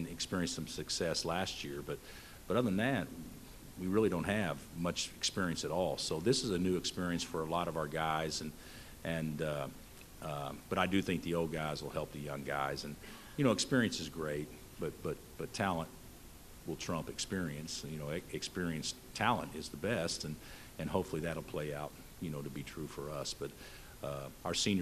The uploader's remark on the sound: Press Conferences & Post-Game Interviews.